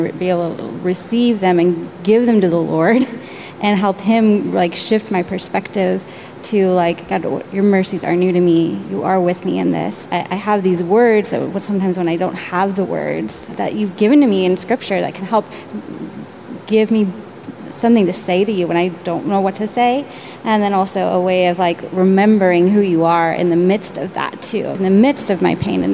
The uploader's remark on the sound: In this live event recording